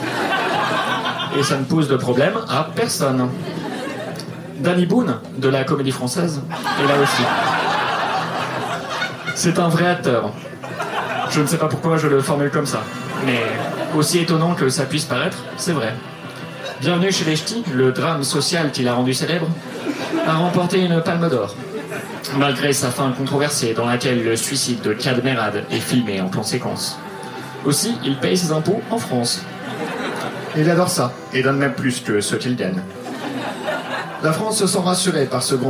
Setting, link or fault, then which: setting, live audience